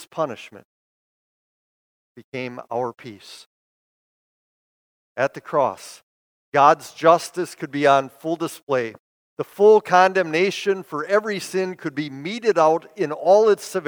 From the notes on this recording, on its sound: Preached this sermon at Bethany's Good Friday worship on April 15, 2022. Bethany, Appleton, WI.